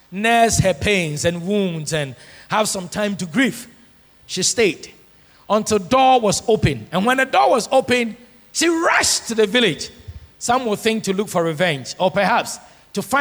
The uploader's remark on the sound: Sermon preached at CBC Adabraka Campus